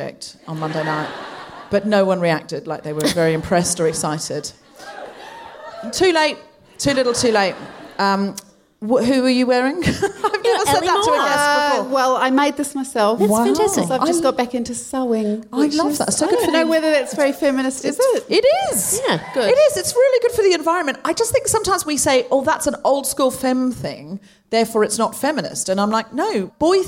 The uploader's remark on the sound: Recorded 22 February 2020 at the Q Theatre in Auckland.